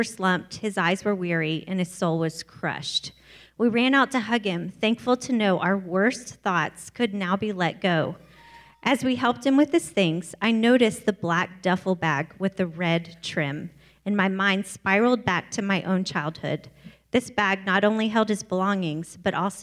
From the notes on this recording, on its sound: Our first ever LIVE podcast taping went down in Wichita and we had the best time!! It was so awesome to have listeners from all over Kansas join us and even cooler that some traveled from Texas, California, Oklahoma, Colorado, and West Virginia to be a part of this special evening!